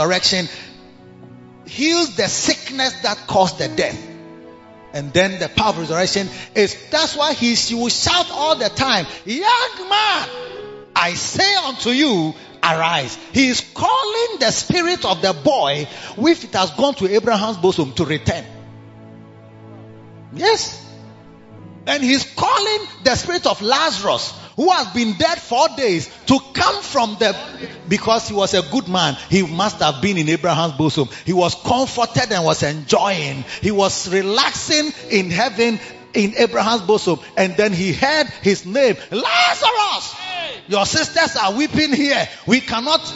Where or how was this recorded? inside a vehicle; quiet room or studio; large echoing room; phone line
large echoing room